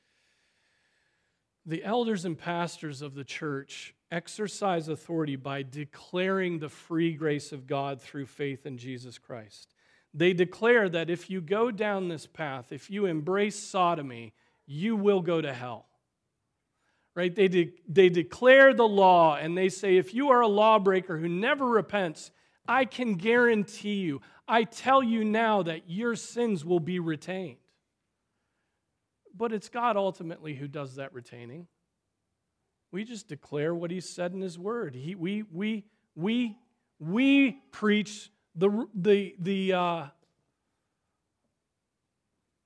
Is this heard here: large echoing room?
yes